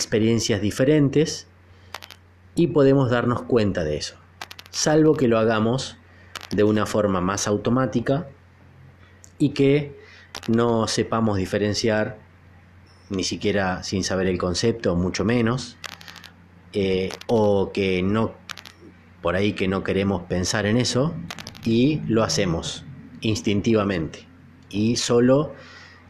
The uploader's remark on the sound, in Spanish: Perdón por la interferencia que sale en el audio, que no sé de dónde